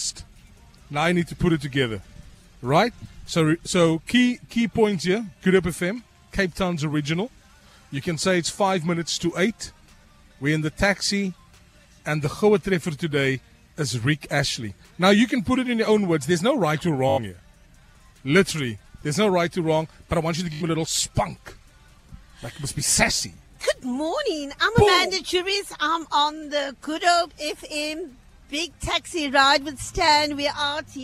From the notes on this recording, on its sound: Gets A Lift To Work To St George's Grammar School. Gets picked up at her house in Greenhaven and gets a lift to work.